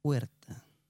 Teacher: В слове «пуэрта» гласные образуют дифтонг «у» и «э». При этом ударение падает на «э». Звук «у» при этом произносится кратко с вытянутыми вперед губами.